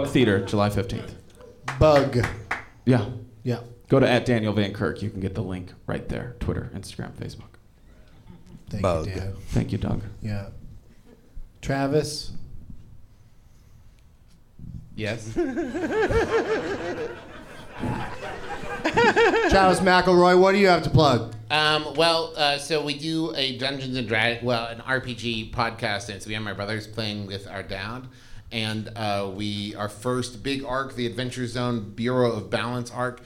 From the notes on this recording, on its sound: Live from Go Bananas Comedy Club in Cincinnati